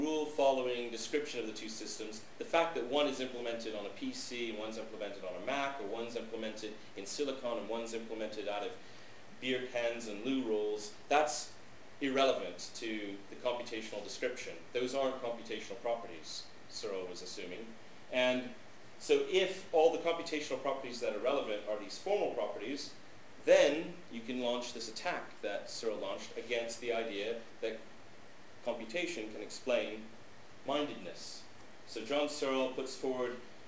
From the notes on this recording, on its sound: This lecture, given at the University of Skövde on October 19th, 2006